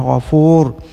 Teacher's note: Di sini waw mati, dia panjang bagi fa. · Term: huruf mad